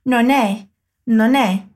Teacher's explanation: a negação non se junta com o verbo é que vem logo depois, que por ser uma vogal faz com que a pronúncia vire praticamente uma palavra só